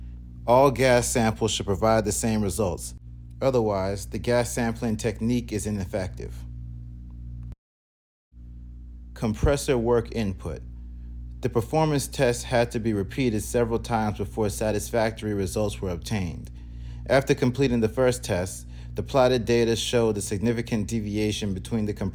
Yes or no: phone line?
no